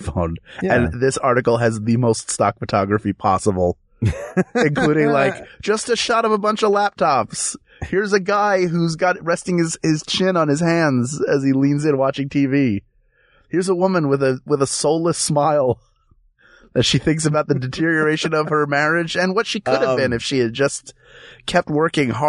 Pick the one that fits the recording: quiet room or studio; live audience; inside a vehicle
inside a vehicle